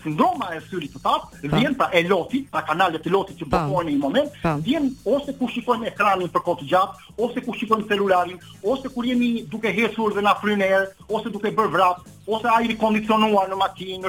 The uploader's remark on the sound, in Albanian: Në një lidhje telefonike nga Suedia për “Live From Tirana”